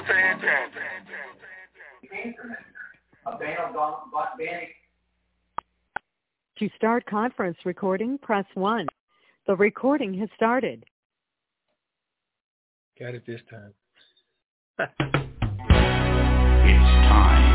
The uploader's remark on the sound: TNTSuperfantastic Conference Call